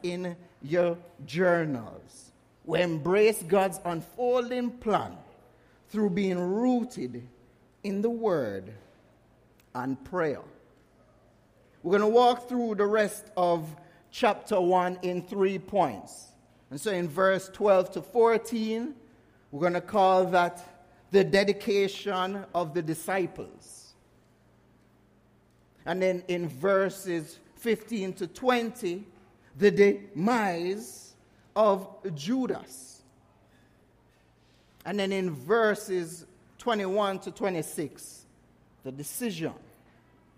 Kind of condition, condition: setting, large echoing room